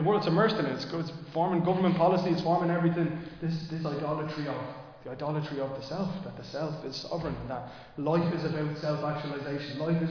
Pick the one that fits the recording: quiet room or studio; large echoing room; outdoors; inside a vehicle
large echoing room